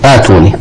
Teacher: الباقون يبدأونها بهمزة مفتوحة آتوني سواء كان في البدء أو الوصل